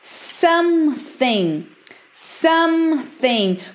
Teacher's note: A gente não pronuncia esse G, tá bom?